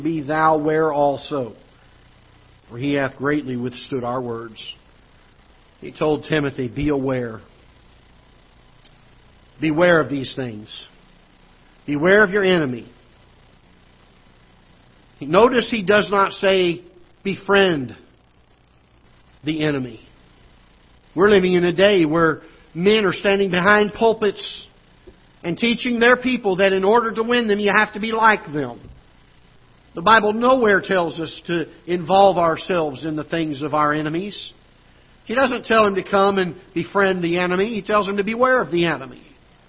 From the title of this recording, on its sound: Ketha Heights Baptist Church ~ Live Broadcast